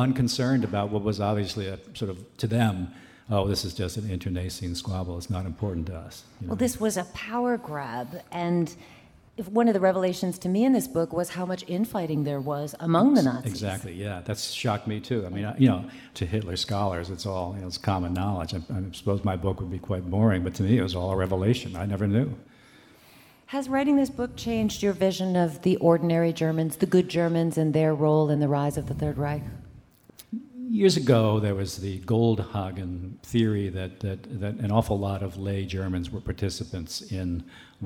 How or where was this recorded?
live audience